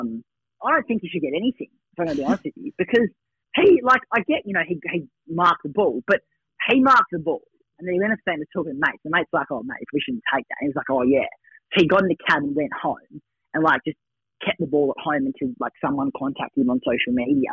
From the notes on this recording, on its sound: From the telephone to avoid that nasty bug thats floating around.